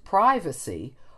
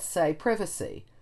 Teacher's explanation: in the standard British accent, which is called RP, you kept the vowel shortening · Shown in: second take